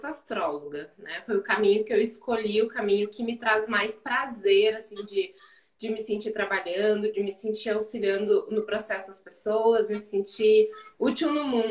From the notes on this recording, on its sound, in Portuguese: Este episódio é uma gravação de uma live que rolou lá no instagram